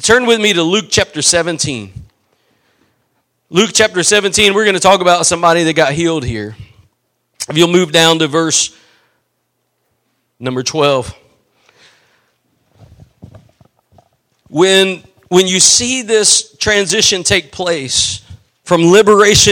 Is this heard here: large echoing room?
yes